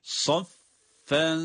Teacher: Burada yine ihfa var ama burada ihfayı yaparken kıymetli dostlar şuna dikkat etmemiz lazım. Saffen, ihfa dediğimiz oradaki tenvindeki nun sesinin gizlenmesidir